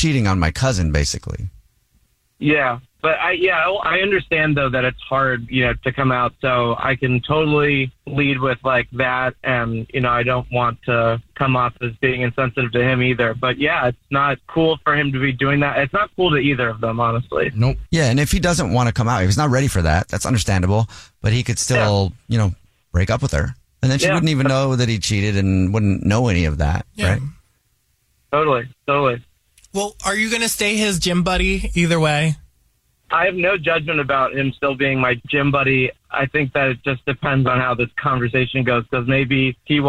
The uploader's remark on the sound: We have a listener on the phone